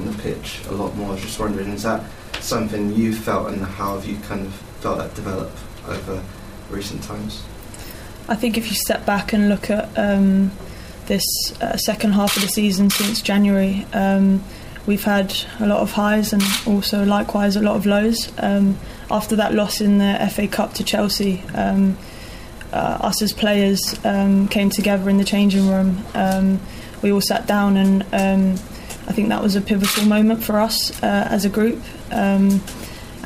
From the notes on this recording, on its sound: in the mixed zone in the immediate aftermath of the first leg in Germany